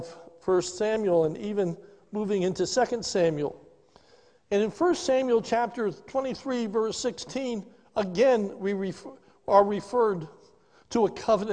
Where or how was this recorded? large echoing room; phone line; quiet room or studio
large echoing room